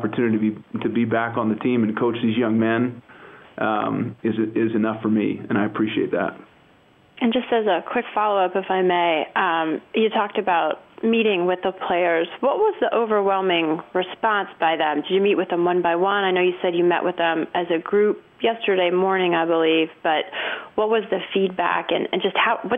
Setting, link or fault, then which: link, phone line